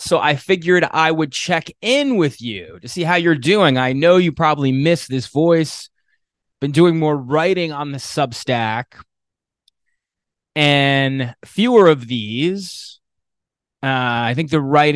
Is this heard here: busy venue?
no